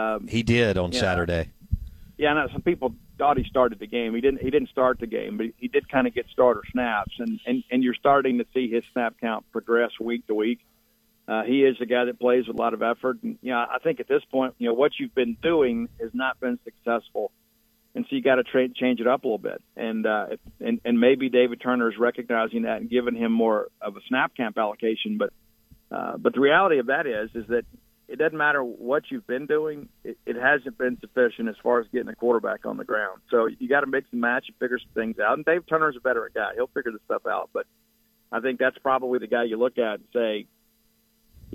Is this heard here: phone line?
yes